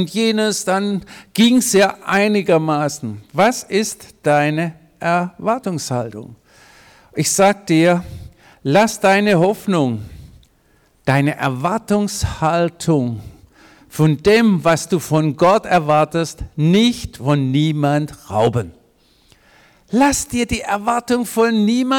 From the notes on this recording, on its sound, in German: predigt im Missionswerk Karlsruhe